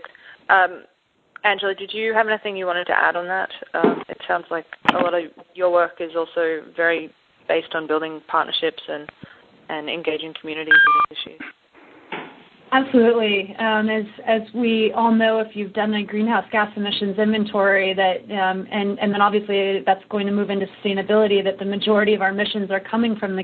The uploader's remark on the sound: Call recorded on January 13, 2011.